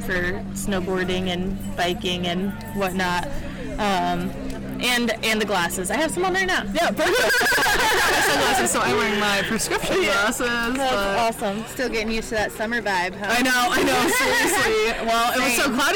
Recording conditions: outdoors